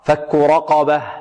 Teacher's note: نوضح الهاء ولا نقلبها ألفا كما يفعل البعض